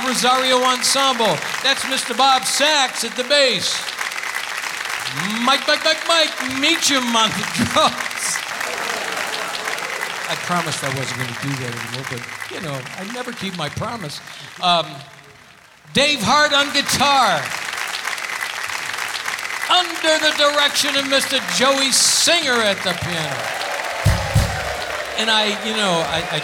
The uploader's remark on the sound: Live at the SouthPoint Casino